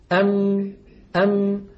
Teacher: جزء شفوي وهو انطباق الشفتين على بعضهما، ويصاحب ذلك غنة من الخيشوم. مجموع هذين العملين يشكل حرف الميم. · نصف الميم الخيشومي وهو الغنة قابل للمط، ونصف الميم الشفوي شديد، مجموعهما شكل حرف الميم.